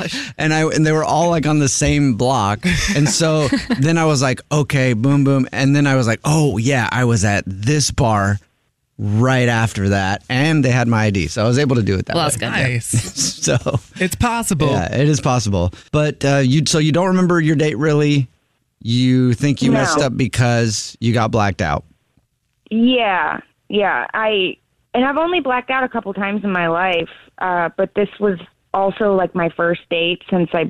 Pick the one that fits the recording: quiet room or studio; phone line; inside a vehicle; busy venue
phone line